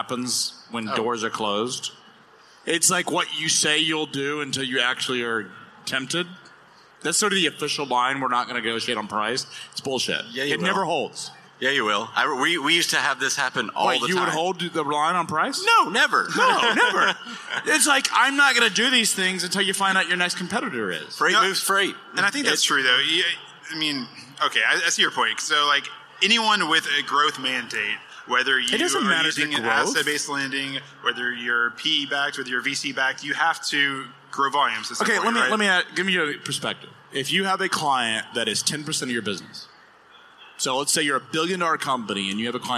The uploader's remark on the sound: Live from the floor of FreightWaves LIVE Chicago